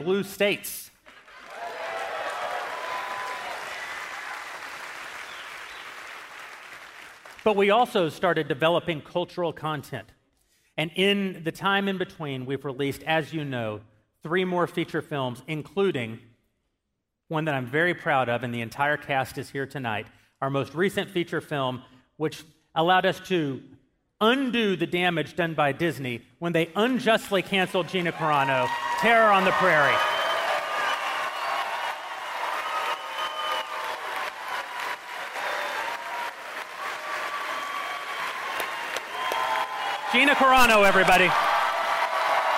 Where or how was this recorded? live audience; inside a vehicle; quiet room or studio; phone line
live audience